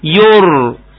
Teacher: الياء مرققة يو، الراء ساكنة يور بس مفخمة